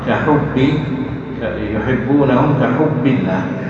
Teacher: عند نطقك للباء أنطقها واضحة فيها الشدة والجهر